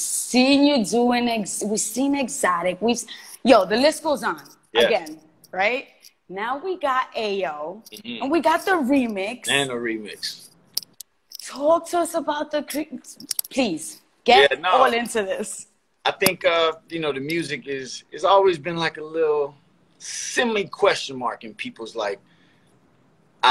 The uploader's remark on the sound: Joined us on IG Live.